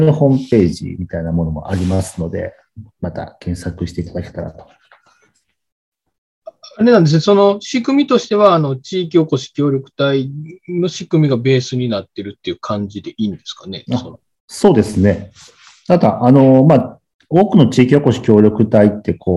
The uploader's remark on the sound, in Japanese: 4人とも違う場所でのzoomを使った収録なので、ものすごくぎこちない収録となりましたが。